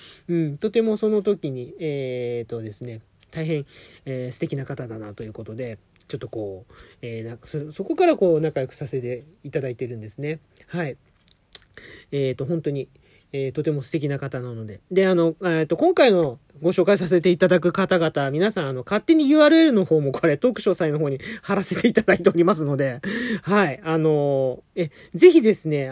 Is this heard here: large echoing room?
no